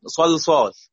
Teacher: صلصال ده قبلها صاد وبعدها صاد والكلمه نصها مفخم، لكن اللام مرققه